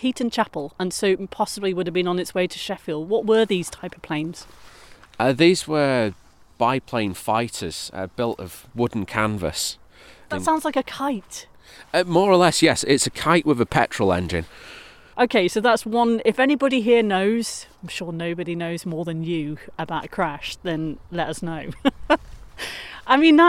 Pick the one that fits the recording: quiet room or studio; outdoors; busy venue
outdoors